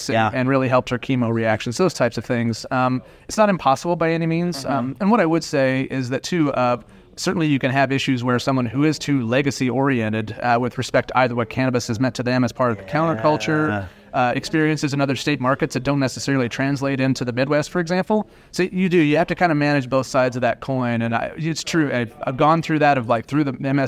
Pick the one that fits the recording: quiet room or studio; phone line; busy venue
busy venue